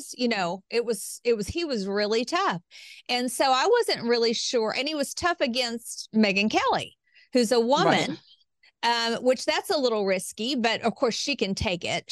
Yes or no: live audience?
no